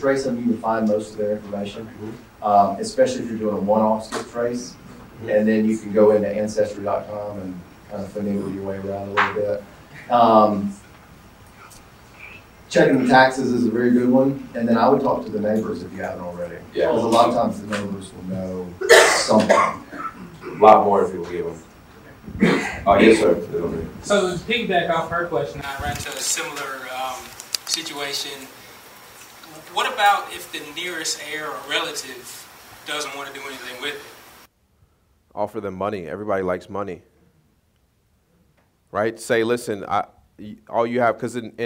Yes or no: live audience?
yes